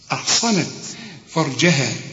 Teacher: أحصنت فرجها كل الكلمة مرققة ما عدا الراء هنا مفخمة